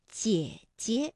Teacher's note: 那第二个姐呢，就要变成轻声了，读得短促而轻